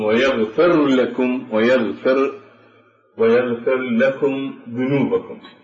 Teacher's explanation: فتدغم الراء في اللام ولا تتضح ولا تظهر اللام هنا في هذا الإدغام لقرب المخرج مع اتحاد في الصفة، لأنه هنا متوسطة في الشدة والرخاوة، ولا يكاد تسمع يعني الراء إلا حفيف الراء، يعني تكاد الراء أن تفنى في اللام